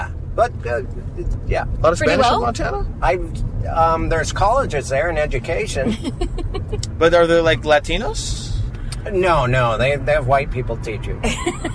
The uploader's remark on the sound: In the Car